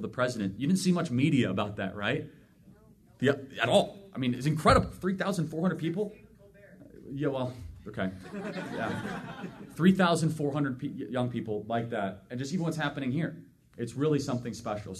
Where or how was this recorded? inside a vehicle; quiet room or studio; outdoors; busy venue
busy venue